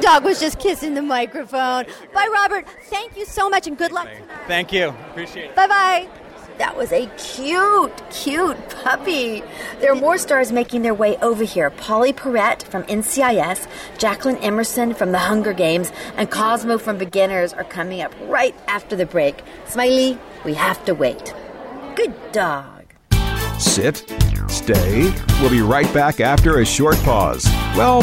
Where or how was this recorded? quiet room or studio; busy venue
busy venue